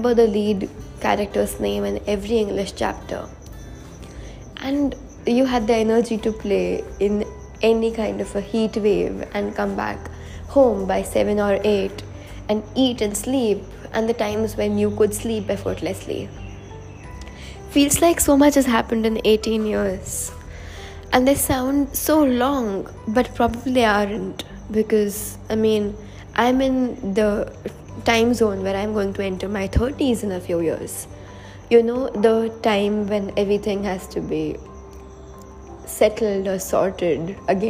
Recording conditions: sounds in the background